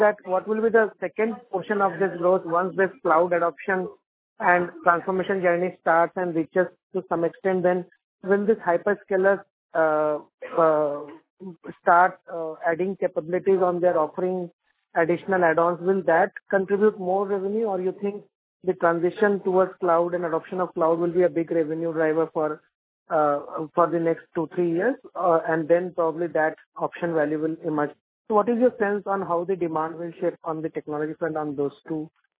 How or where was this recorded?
phone line